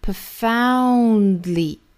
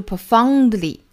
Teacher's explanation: 这个单词还需要注意它第二个元音呢是 ow 双元音 · Shown in: first take